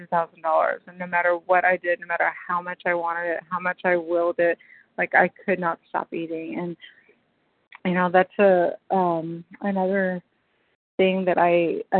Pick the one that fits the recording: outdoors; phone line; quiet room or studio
phone line